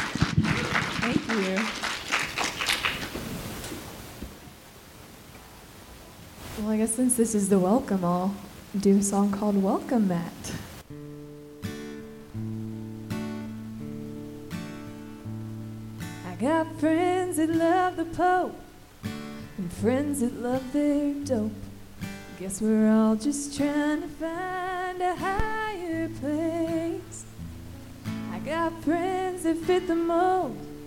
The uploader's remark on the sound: This week's episode was recorded in front of a live audience at POD X in Nashville, Tennessee. Live musical performances.